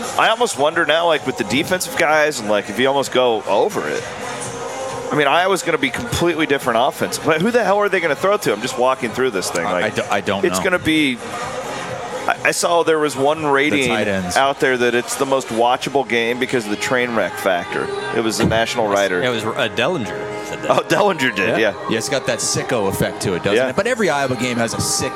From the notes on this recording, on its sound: Cy-Hawk preview from Stadium Swim. Live from Vegas at Circa's iconic Stadium Swim.